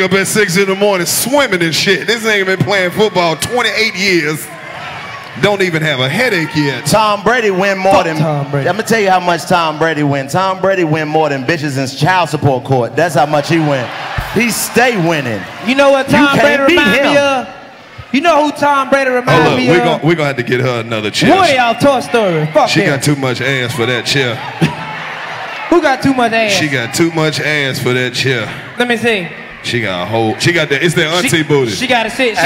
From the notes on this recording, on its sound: The coldest podcast continues the Act Up Summer Tour in Boston at the legendary Wilbur Theater. In front of a sold out crowd.